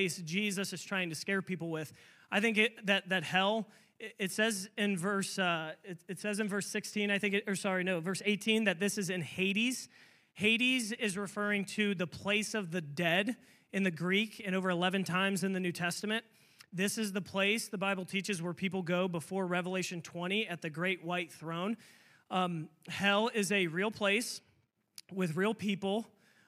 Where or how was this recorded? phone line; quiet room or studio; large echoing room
large echoing room